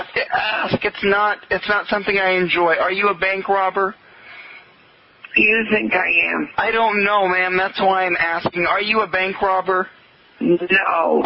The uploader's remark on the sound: RBCP's Personal Prank Phone Calls Collection